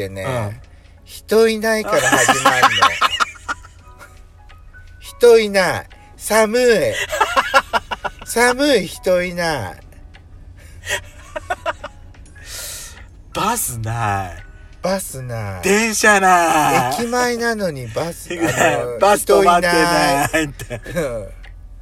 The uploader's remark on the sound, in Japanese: パーキング収録